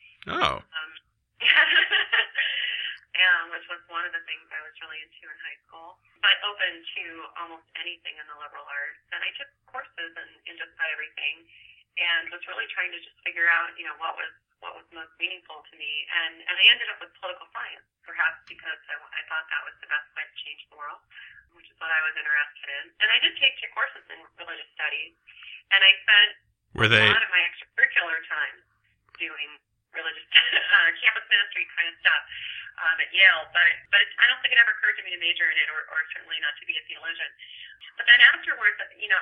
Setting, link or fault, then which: link, phone line